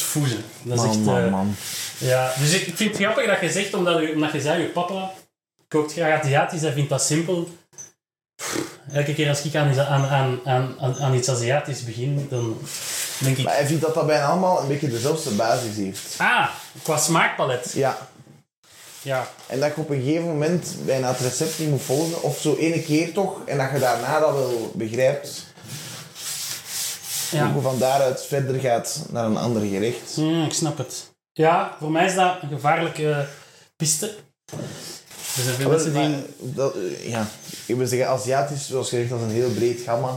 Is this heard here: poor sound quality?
yes